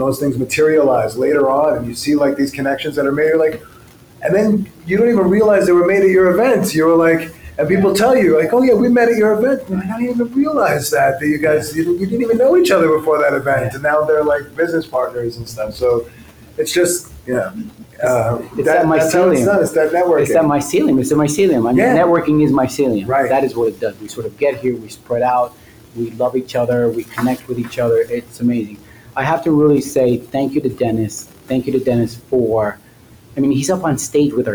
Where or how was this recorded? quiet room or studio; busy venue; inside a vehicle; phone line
busy venue